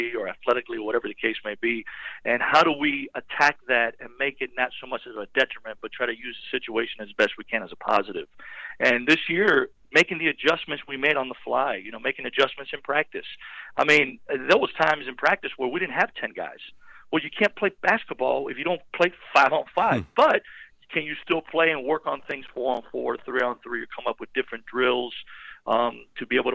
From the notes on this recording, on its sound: LIVE on the Back In Action Hotline